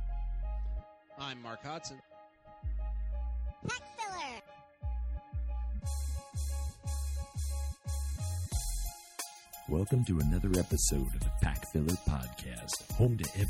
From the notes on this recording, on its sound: Outside for this one. The weather was just too good.